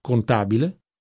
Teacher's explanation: sono sdrucciole, hanno cioè l'accento sulla terzultima sillaba